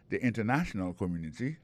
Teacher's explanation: Alors, accent tombé sur le troisième syllabe.